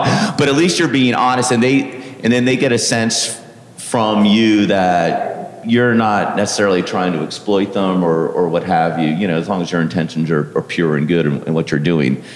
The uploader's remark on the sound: A live panel on street photography that was recorded live at this year’s Miami Street Photography Festival.